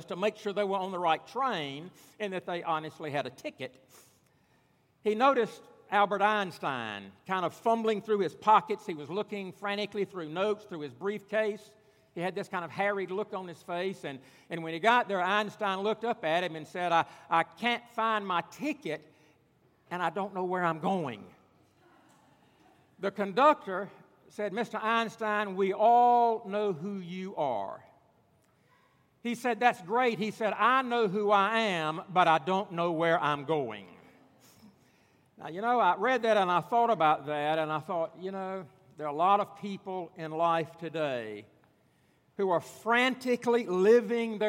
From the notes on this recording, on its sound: at Redeemer Presbyterian Church in Charleston, SC